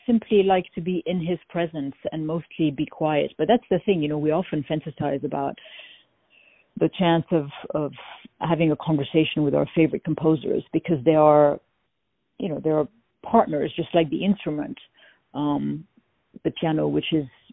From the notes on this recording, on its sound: On the phone